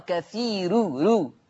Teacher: قرأ ورش بترقيق الراء وصلا في لفظ كثير، لأن الراء مضمومة مسبوقة بياء فيقرأ كثير رو.